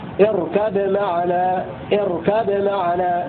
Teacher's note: بإظهار الباء مع قلقلتها